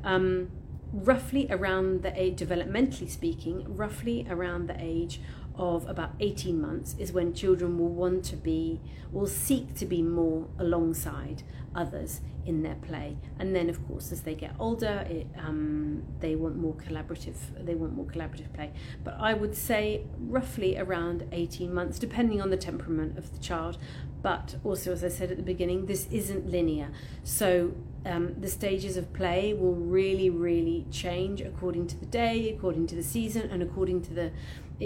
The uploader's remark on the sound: All podcast sessions originally recorded on Instagram Live